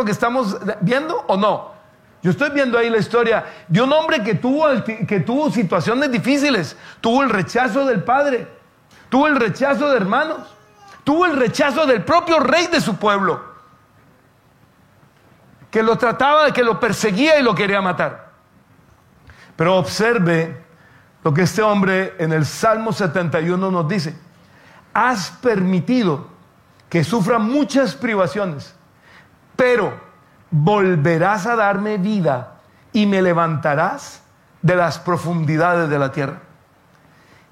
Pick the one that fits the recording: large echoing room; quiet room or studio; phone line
large echoing room